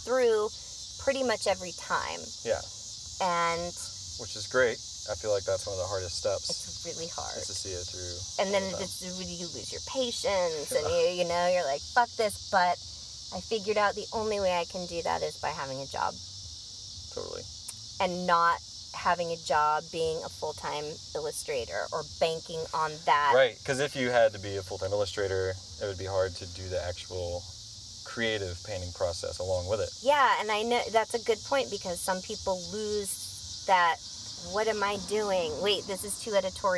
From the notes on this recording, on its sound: from the back seat of an early 70's Mercedes parked outside the gallery